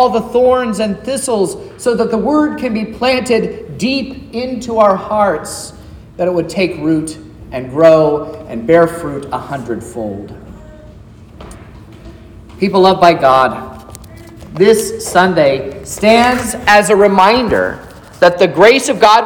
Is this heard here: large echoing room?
yes